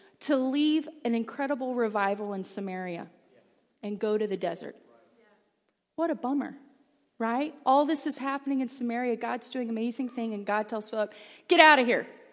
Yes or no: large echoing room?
yes